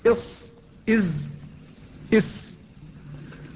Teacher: مخرجها واحد وهو ما بين طرف اللسان أي رأسه وبين أعلى الثنايا السفلى · والصفير مستكن، والصفير أيوة أحرف الصفير وهي السين والصاد والزاي، هذه الأحرف مستكنة أي مختفية منه، أي من طرف اللسان ومن فوق الثنايا السفلى، فيلتصق طرف اللسان أي رأس اللسان بالثنايا السفلى بأعلى الثنايا السفلى، فتخرج هذه الحروف الثلاثة التي هي السين والصاد والزاي إص إز إس، فتخرج من بين رأس اللسان وهو طرفه وأعلى الثنايا السفلى.